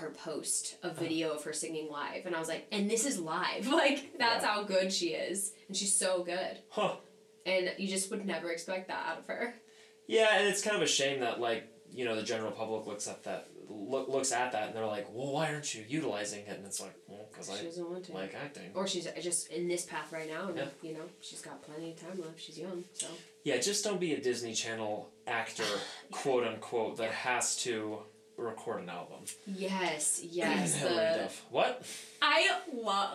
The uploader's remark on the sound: Please pardon my audio mistake...I think you can still hear well enough.